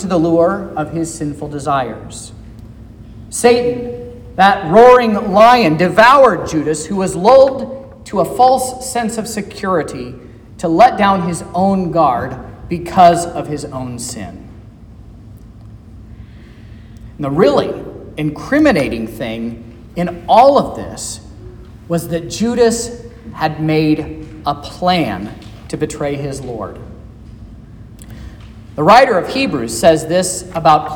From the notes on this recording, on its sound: This is the sermon preached at Trinity Lutheran Church in Vallonia, Indiana, on Wednesday, March 8th, 2023